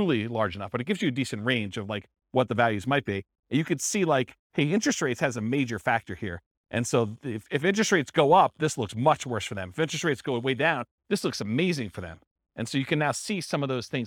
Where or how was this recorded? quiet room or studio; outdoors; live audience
live audience